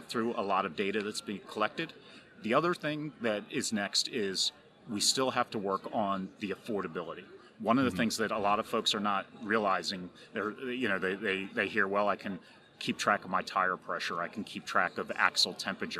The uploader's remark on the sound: We head to American Trucking Association’s 2019 Management Conference & Exhibition.